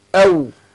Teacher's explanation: عندنا الواو برضه من حروف الشفتين بس بتخرج بانفتاح